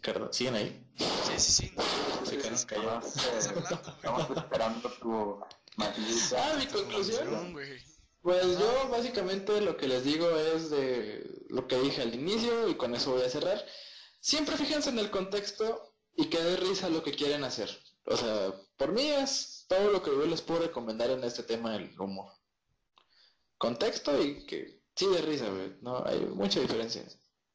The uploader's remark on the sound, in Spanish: Lamentamos el Audio fallo